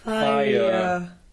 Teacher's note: it gets no stress, and it has almost no length